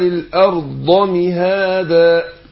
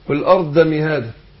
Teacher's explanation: ممكن الواحد يطلع من الضاد دي بدال